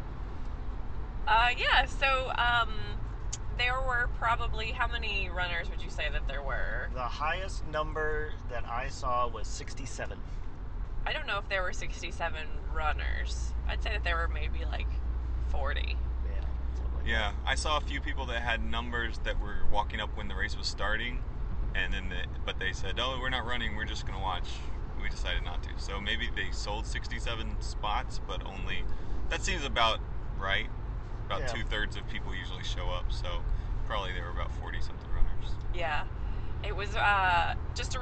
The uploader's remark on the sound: It's another "talking in the car on the way back from the race" podcast. We all ran the inaugural Super Sunny 5K in Burbank, IL, a benefit for Garden Center Services.